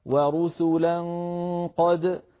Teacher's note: الواو مرققة ثم بعدها الراء مضمومة مفخمة، فلا نقول ورسولا هكذا لا نفخم الواو، لا يصح ذلك